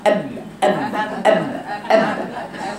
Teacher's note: ان يحقق المخرج عند النطق بالحرف مثلا الباء، لما يجي مثلا يقول باء مفتوحه او باء مضمومه او باء مكسوره، يبقى المفروض يعمل ايه؟ يحقق مخرج الباء باطباق الشفايف